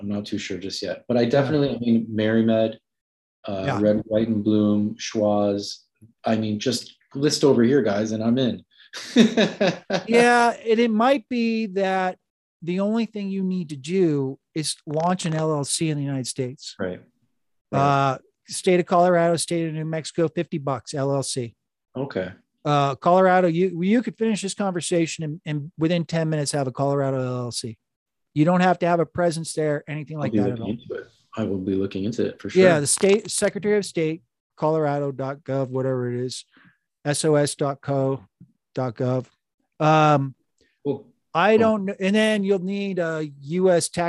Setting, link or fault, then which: link, video call